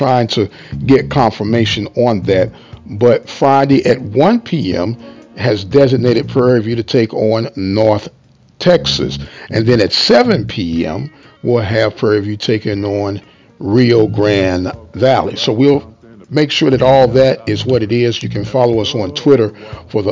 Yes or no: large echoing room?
no